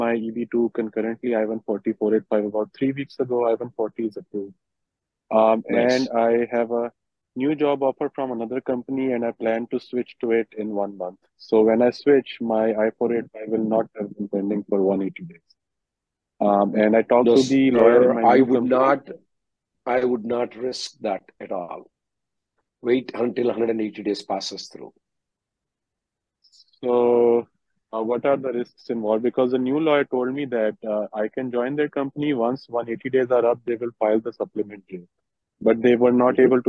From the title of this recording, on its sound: Conference Call